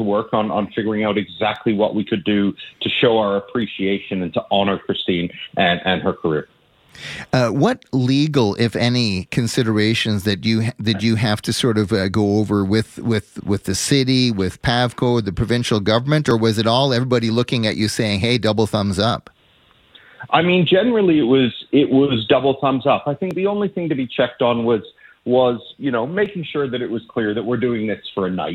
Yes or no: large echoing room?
no